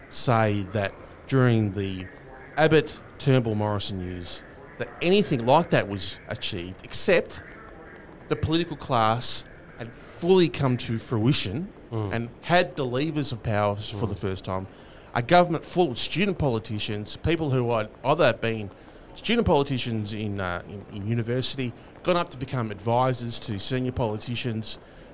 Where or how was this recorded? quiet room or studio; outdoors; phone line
outdoors